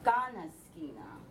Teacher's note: it starts from high and it comes down